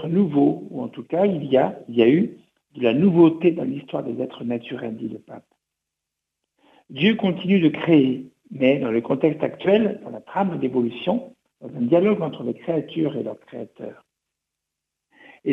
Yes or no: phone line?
yes